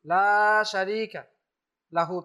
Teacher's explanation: লামের সাথে আলিফ আছে, এখানে এক আলিফ টান দিতেই হবে